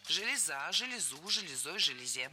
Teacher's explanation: Ударение на окончание. И оно сохраняется во всех формах единственного числа. Железа, железу, железой, железе.